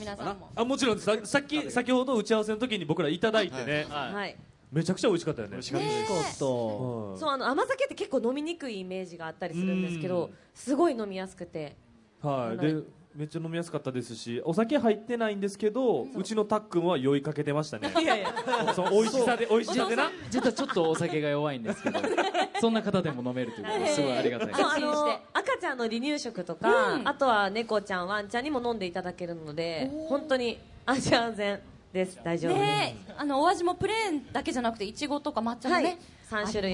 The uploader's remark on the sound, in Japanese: 大阪・松原市で行われた公開録音（前半）の模様